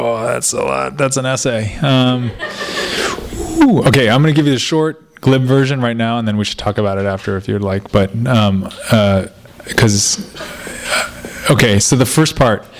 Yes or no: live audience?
yes